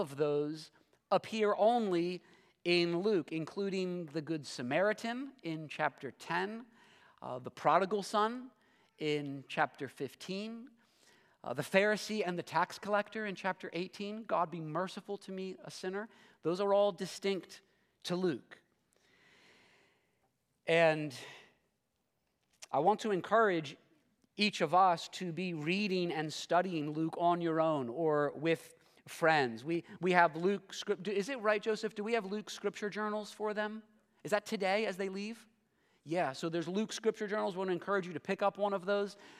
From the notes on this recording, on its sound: This sermon was preached at Covenant Fellowship Church on October 22, 2023.